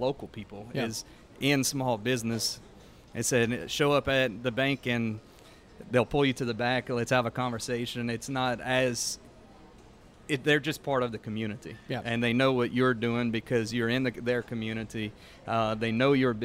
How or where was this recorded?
busy venue